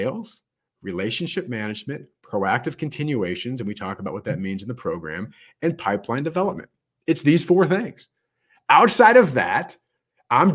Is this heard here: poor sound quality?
no